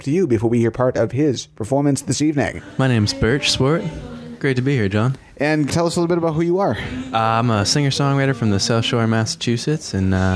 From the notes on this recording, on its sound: Songwriter Showcase Live From The Red Lion Inn Cave. Recorded live on Thursday, September 7, 2023 at The Red Lion Inn Cave in Cohasset.